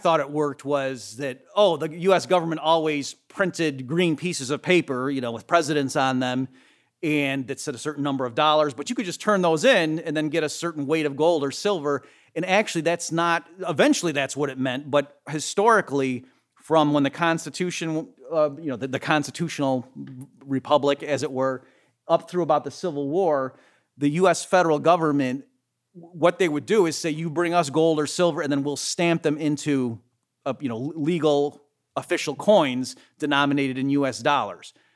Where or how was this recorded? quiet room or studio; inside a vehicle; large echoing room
large echoing room